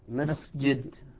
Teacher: حرف همس مثل السين وبجواره حرف مجهور مثل الجيم في كلمة مسجد مسجد، فتتحول السين إذا لم يحكم القارئ قراءته تتحول إلى إلى زاي، زاي كأنها أو سرقت صفة يدغمها في الجيم إيه، تكون فتأخذ السين صفة الجهر من السين فتتحول إلى أنا زاي.